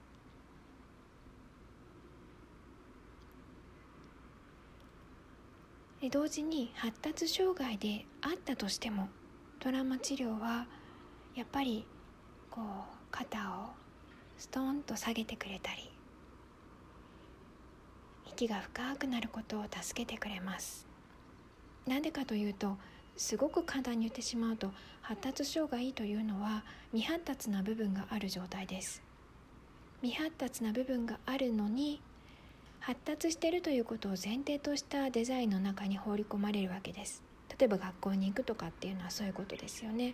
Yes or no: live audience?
no